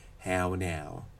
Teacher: We can say, without nasalization, we're still very much fronting and raising the first part. How now? I'm even taking that up towards eh, I think.